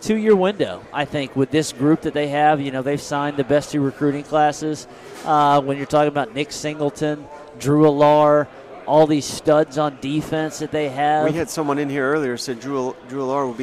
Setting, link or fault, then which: setting, busy venue